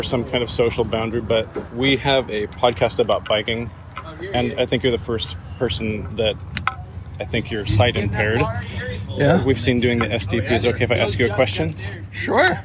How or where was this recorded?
outdoors